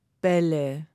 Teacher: Also wenn wir ein Wort nehmen, wie zum Beispiel Bälle, dann vibrieren die Stimmlippen in meinem Kehlkopf. Das kann man jetzt einfach ausprobieren, indem man sich mal vorsichtig die Hand auf den Hals legt und dann Bälle sagt. · Term: Vibration der Stimmlippen